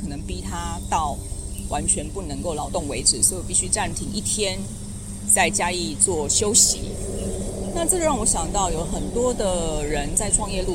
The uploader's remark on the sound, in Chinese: 這一次，我選擇從臺中火車站走到臺南火車站大概152公里這樣的距離。因為我已經累得不想拿出行李翻出麥克風來錄音，所以直接就拿著手機邊走邊錄，你可以聽到旁邊有很多雜音，這些雜音可能包含了火車的聲音、馬路碎石子的聲音、還有鳥叫的聲音、甚至是旁邊有汽機車騎過還有天上飛過飛機的聲音。